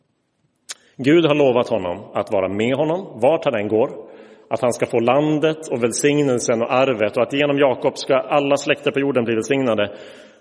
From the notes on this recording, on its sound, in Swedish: Inspelad i Roseniuskyrkan